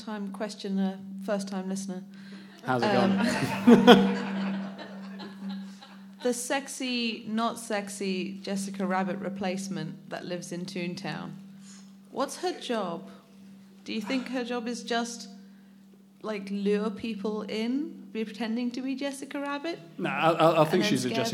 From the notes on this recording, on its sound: In this, the first ever Space Jam Continuum Live Show. Enlist the help of a studio audience.